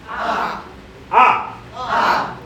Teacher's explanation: Get as much bite in the sound as you can. Not nasal, it's not eh, it's more like ah.